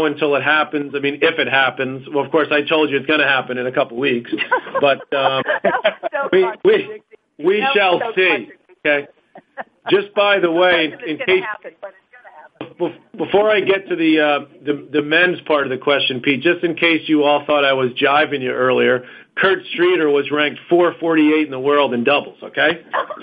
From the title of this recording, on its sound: Australian Open Conference Call